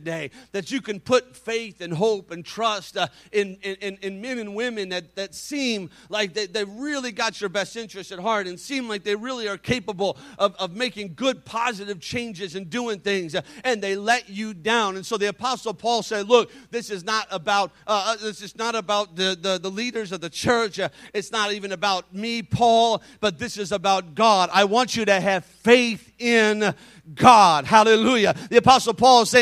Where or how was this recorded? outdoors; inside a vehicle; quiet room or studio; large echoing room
large echoing room